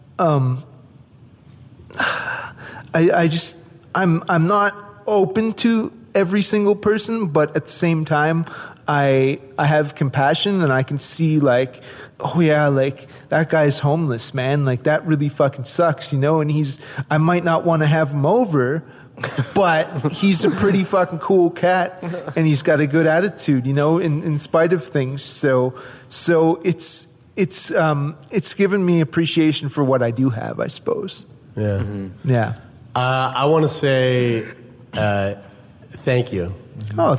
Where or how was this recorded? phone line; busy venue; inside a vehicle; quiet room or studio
busy venue